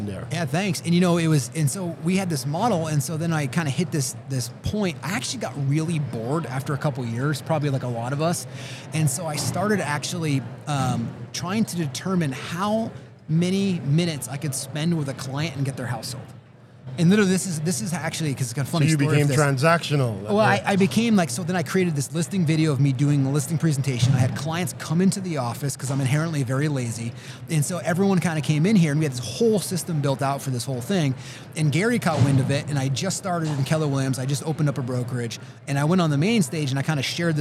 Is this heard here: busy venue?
yes